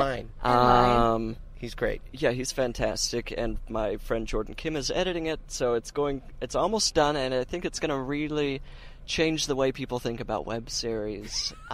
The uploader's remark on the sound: In the Car